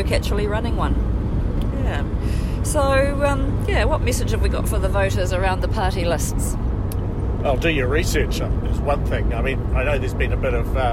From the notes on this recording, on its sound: This episode is recorded 'on the road' along State Highway 6 between Havelock and Blenheim.